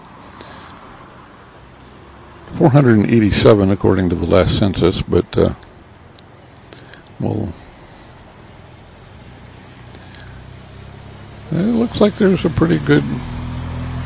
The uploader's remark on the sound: The audio portion of the beginning of the Silent March Against Racism, held in Bayfield Wisconsin, 04 July 2020.